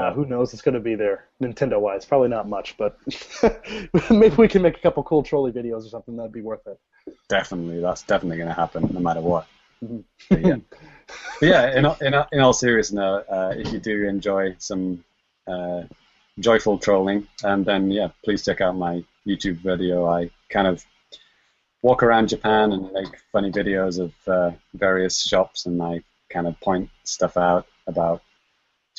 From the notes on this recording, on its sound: Recorded LIVE via Google Hangouts on Air.